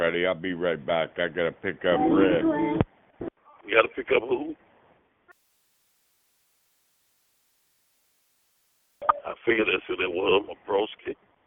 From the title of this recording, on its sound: Conference Call